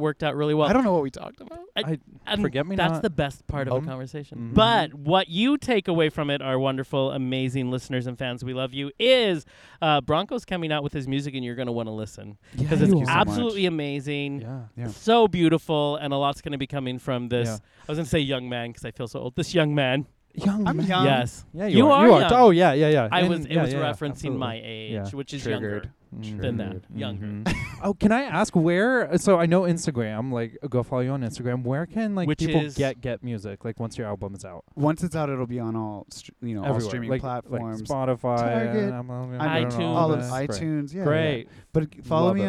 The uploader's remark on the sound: Extra Special thanks to The Sportsmans Lounge in Studio City. We recorded in their awesome patio space, but this hotel has much more to offer.